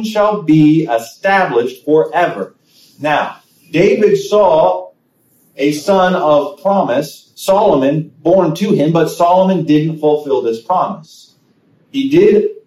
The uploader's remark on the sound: Sermon preached on January 8, 2023 at Living Water United Brethren in Christ Church in Winchester, VA